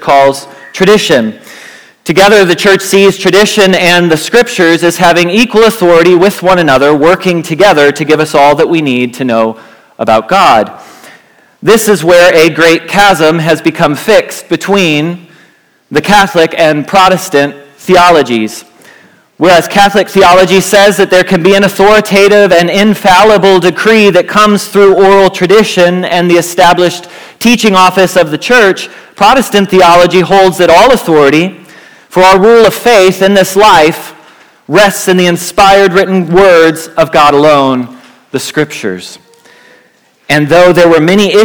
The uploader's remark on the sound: Message Preached at Valley Creek Church